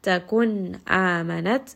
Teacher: Lam takun, nun sakin here is idhar. Noon sound is pronounced very clearly because the next letter is hamza, which is the letter of the throat. Takun amanat, so just rest on this noon.